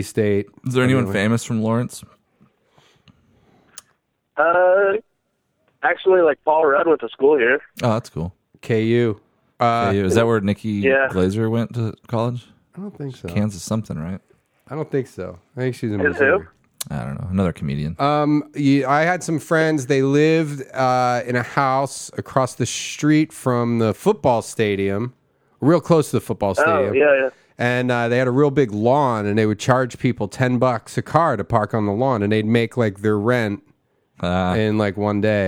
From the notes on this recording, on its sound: CALL IN SPECIAL